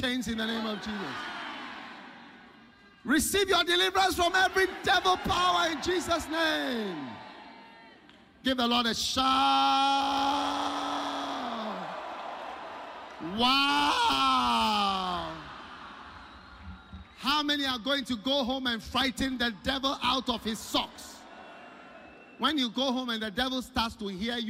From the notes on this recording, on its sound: Preached at The Qodesh